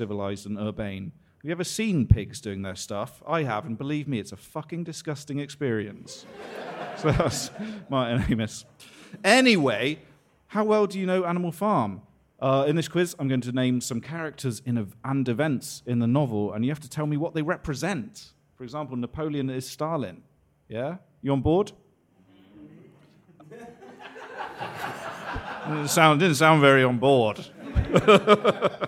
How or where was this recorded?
busy venue